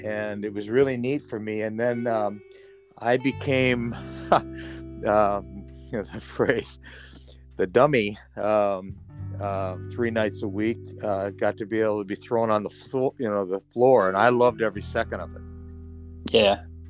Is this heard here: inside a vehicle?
yes